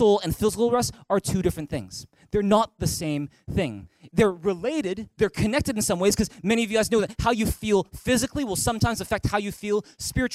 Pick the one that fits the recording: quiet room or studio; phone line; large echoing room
large echoing room